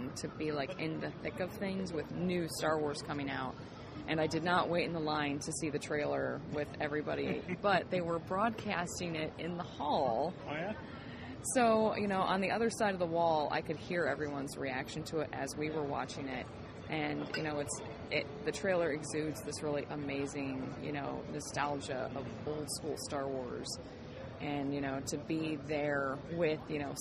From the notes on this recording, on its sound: At C2E2 2015. In Chicago for C2E2 this past weekend and did some recording from the floor of the show.